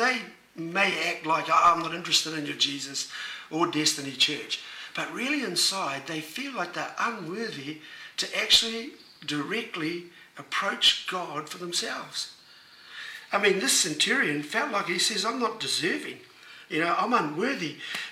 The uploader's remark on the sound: Was recorded live at Destiny Church Auckland.